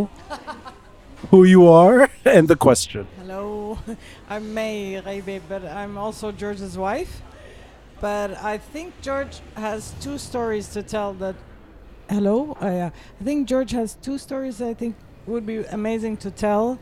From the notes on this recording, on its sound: Recorded live at Aaliya’s Books.